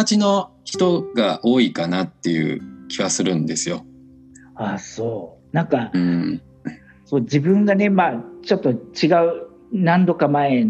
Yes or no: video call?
yes